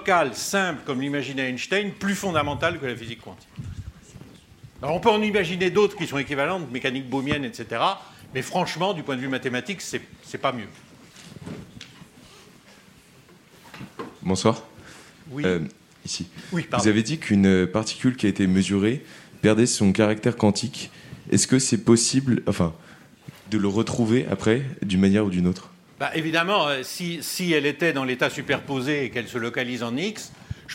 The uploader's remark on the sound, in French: Conférence enregistrée lors de la 5e édition de la Nuit de l'ENS